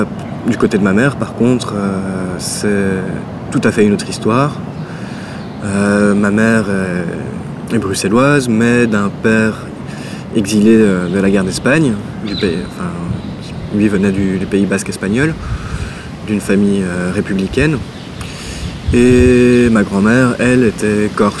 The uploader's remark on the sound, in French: Dans un parc de Bruxelles